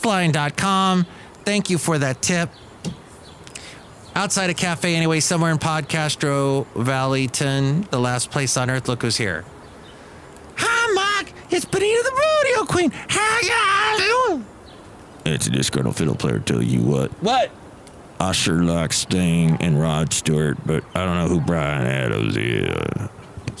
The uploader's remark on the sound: Podcasts live from Cafe Anyway.